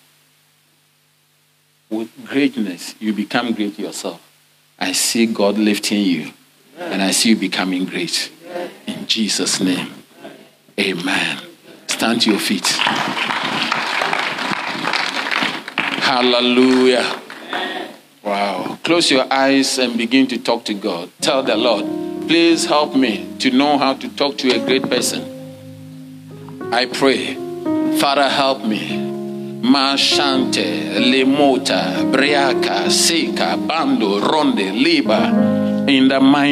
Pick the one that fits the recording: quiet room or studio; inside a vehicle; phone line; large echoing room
large echoing room